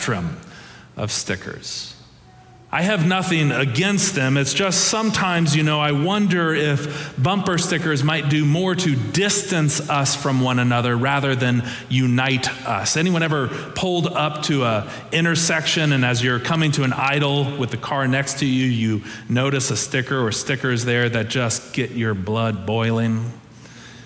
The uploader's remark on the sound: Preached on January 29, 2023 for our Traditional and MorningSong Worship Services.